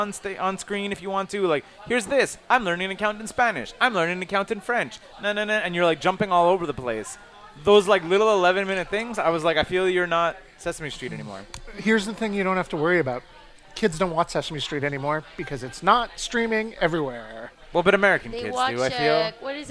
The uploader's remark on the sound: at the back of Grumpy’s to record this podcast